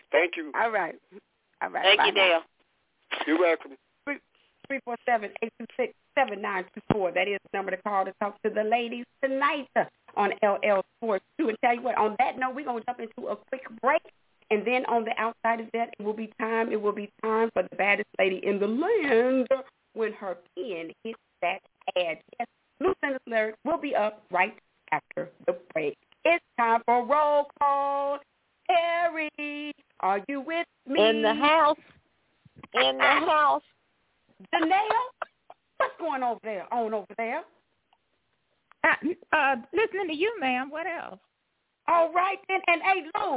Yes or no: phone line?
yes